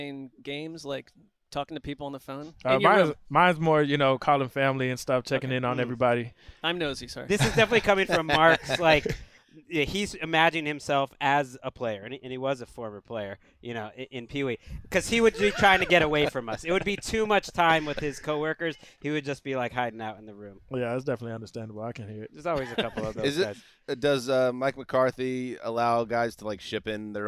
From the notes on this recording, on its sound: live from Oxnard, California for Cowboys Training Camp